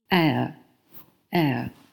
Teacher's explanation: 它是从一个“哎”发的“呃”的一个双元音 · IPA: [eə]